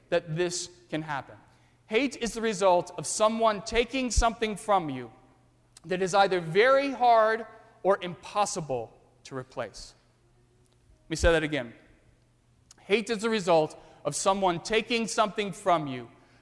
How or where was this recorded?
large echoing room